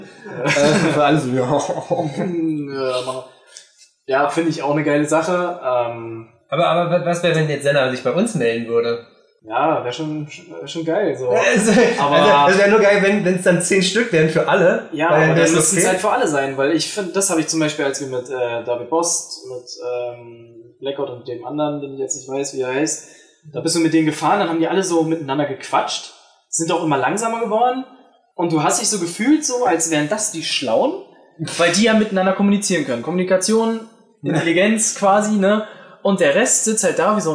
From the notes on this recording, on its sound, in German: Entschuldigt die schlechte Audioqualität, es war leider nicht möglich ein besseres Setup auf zu bauen für ein besseren Ton.